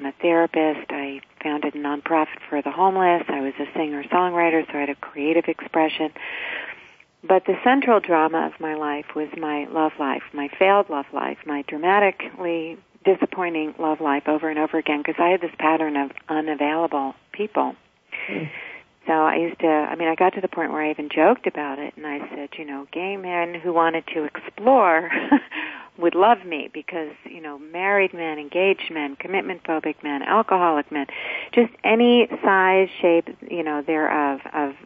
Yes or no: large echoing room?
no